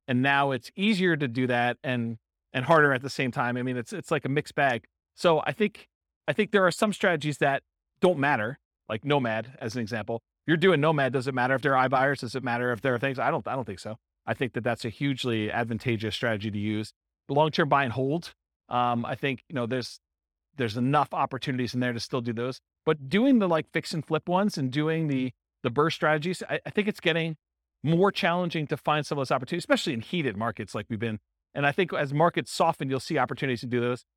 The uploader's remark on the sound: This was a live class recorded. In Portland, Maine.